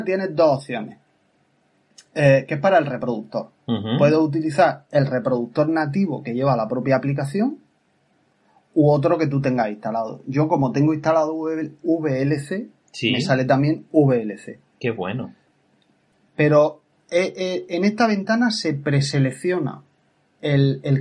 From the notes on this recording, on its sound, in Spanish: Grabando como condenados en cada hueco que nos dejan nuestras apretadas agendas. Grabado desde nuestros respectivos lugares de trabajo y gorroneando la Wifi ajena.